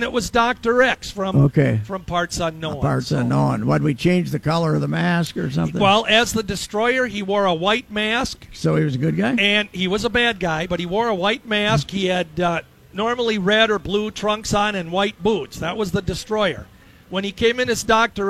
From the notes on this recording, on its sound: Day One at the Fair. Live from the first day of the State Fair.